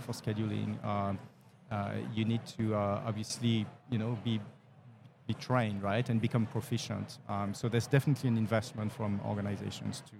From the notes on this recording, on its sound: Live at the HR tech 2022 conference